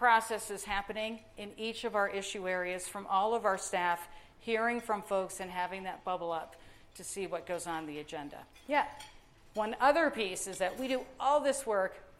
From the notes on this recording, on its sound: Live at our Annual Luncheon 2019.